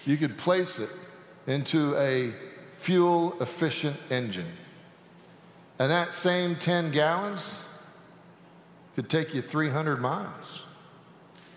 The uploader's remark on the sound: Sanctuary Service